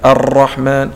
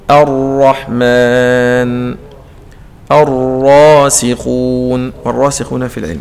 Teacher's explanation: الرعدة دي عبارة عن تكرار وهي صفة لصيقة في الراء المطلوب من القارئ إخفاؤها بس مش إلغائها · Shown in: second take